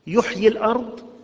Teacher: يحيي الأرض الياء الأخيرة محذوفة في الوصل بسبب الساكن الذي بعدها